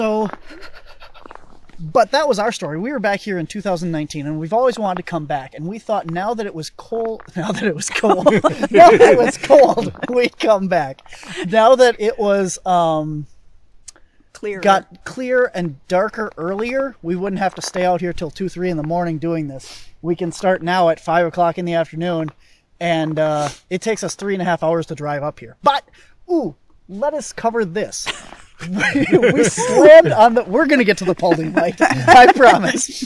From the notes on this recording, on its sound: on location recording from the Paulding Light on January 30th